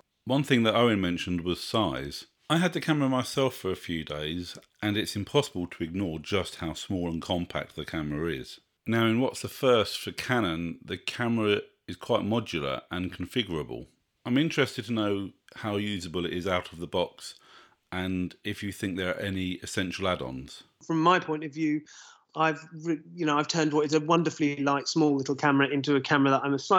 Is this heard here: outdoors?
no